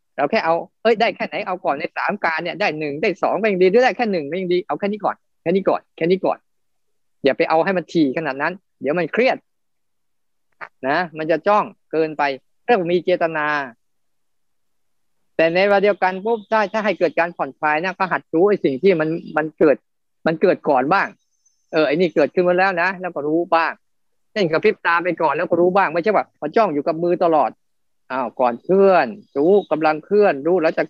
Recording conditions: video call